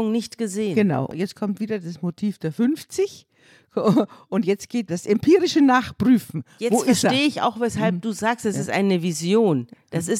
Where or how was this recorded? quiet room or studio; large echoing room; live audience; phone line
quiet room or studio